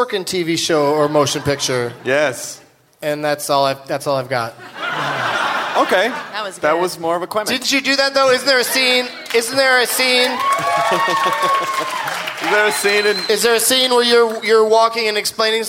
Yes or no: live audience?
yes